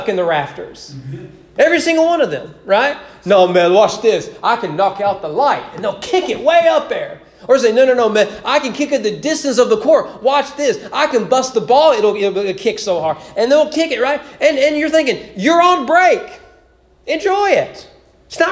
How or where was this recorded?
large echoing room